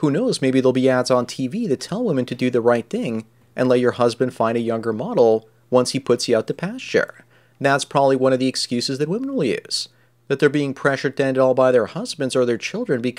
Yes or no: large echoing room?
no